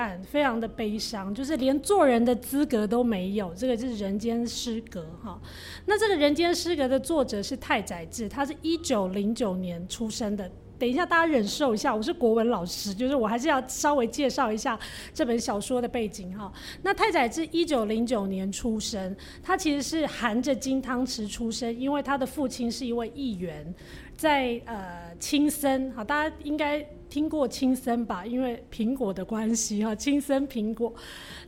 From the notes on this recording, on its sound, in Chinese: 本集節目是《人間失格》系列活動第三場（重新做人製作委員會！「別緊盯著鏡子，跳Poppinig 要有自己的律動！」）的現場錄音喔！